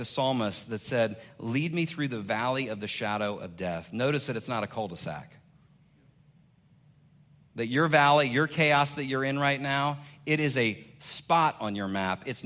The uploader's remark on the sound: 2021 Man Up Conference Speech